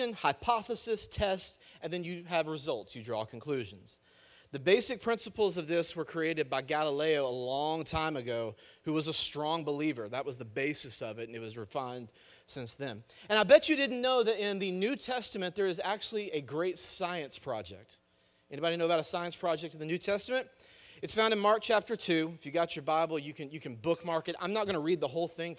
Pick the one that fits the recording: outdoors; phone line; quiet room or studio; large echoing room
large echoing room